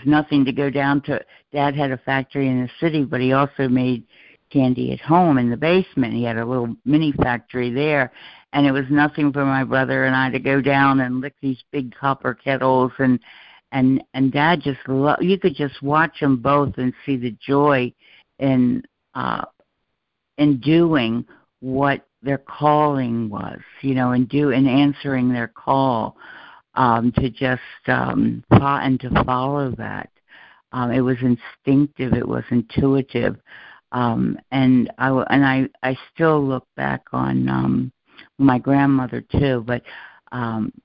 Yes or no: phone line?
yes